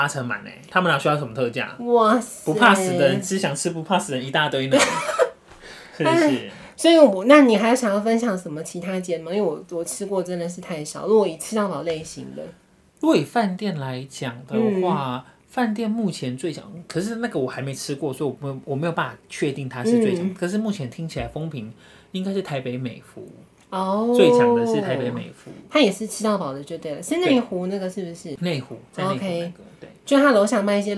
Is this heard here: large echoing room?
no